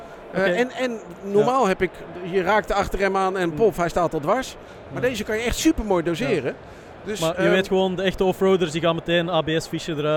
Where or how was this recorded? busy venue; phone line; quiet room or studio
busy venue